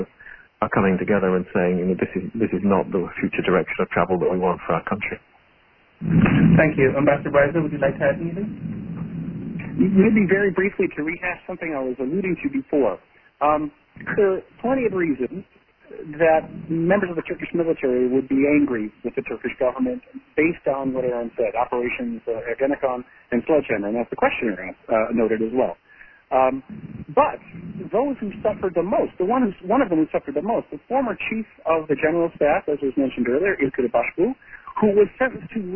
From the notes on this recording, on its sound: joined in on a Members Conference Call